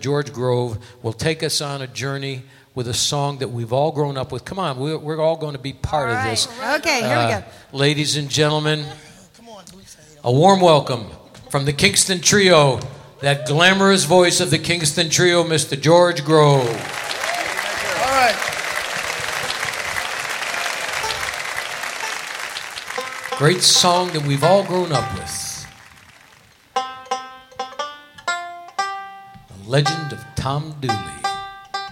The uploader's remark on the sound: Live at the Southpoint Casino.